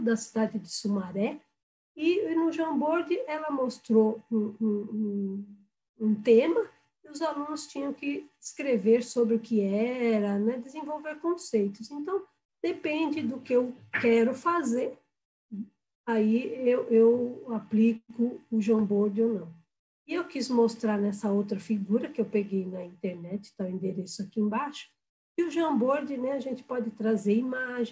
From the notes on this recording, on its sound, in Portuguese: Eles são os convidados do primeiro FEBRACE Meets. Encontro virtual realizado e gravado em 30/07/2020.